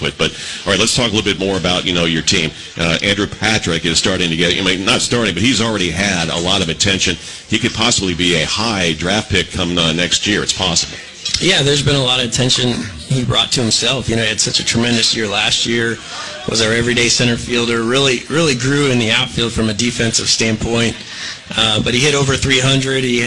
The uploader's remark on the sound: live at Mode X for the coaches show this past Monday night